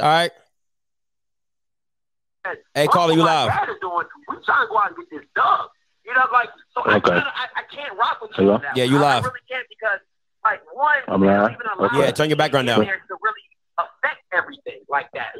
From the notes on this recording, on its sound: CALLERS CALL.